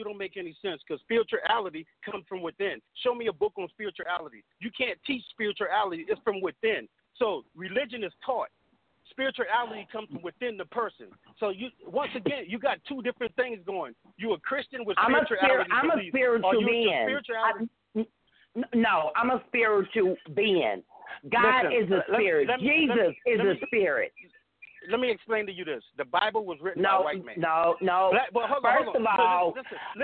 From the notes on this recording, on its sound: we will also open up the phone lines